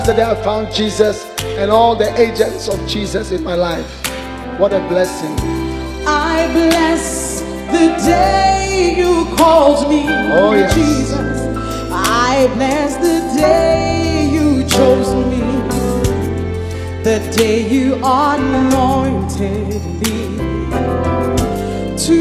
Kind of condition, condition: setting, large echoing room